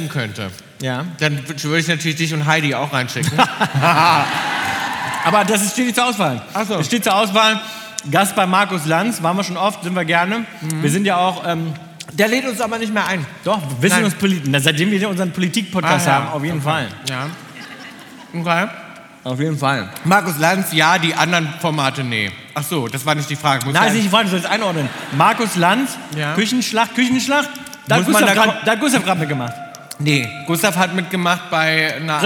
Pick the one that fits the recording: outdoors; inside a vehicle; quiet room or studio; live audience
live audience